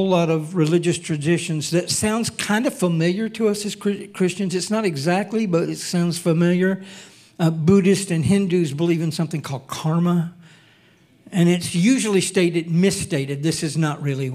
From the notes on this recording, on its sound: Recorded sunday evening service